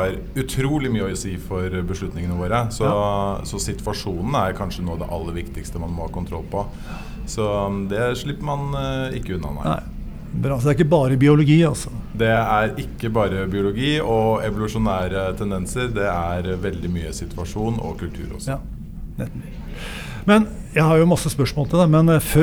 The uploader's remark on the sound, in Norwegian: Live fra iProsess nettverk for toppledere på Grand Hotell